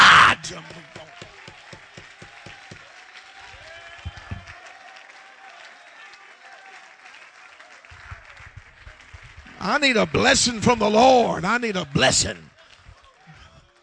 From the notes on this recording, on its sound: preaches at the Abbeville Apostolic Men's Conference in Abbeville, LA